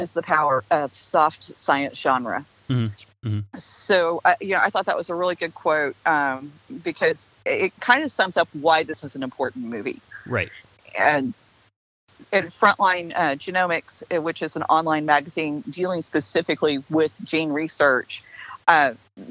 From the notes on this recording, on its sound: Had to record this last minute over the phone, so here audio quality is a little less than ideal. There are some times when you can hear some of the birds and bugs that live near her house.